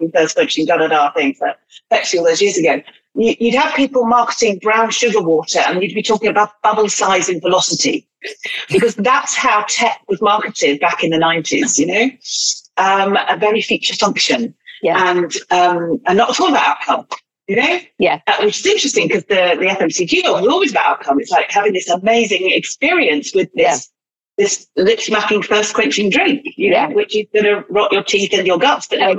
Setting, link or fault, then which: link, video call